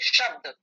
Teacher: तालव्य श हमारा बड़ा श जिसको हम बोलते हैं तालु की सहायता से